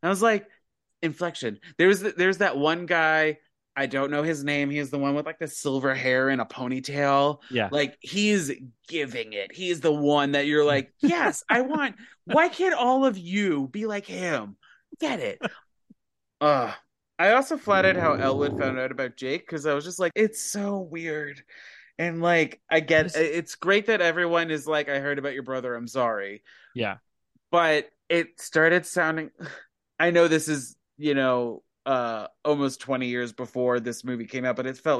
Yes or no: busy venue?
no